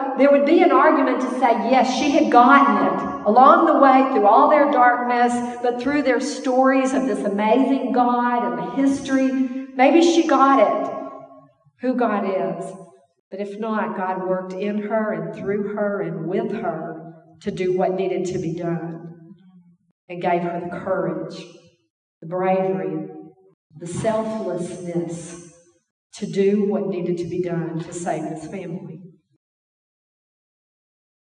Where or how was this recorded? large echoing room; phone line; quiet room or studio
large echoing room